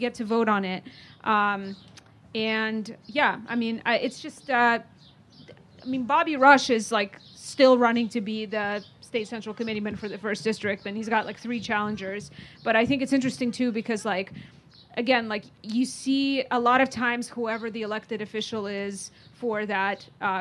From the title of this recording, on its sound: Live At The Hideout